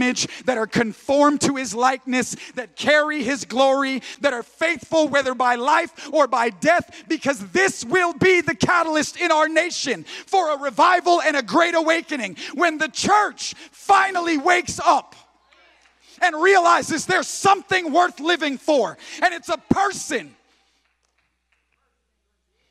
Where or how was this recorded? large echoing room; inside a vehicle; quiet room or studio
large echoing room